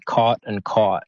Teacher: These two words, they sound different in Australian English, but in American English, they would say them, the vowel would be the same